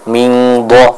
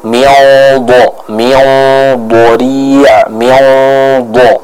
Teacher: Selanjutnya pada ayat yang ke-6, pada kata miyoboria, jangan lupa ikhfanya dibaca dengan tebal, ya · Shown in: second take · Jadi bukan mingbo, bukan min, tapi miyobo, miyoboria, miyobo, seperti itu.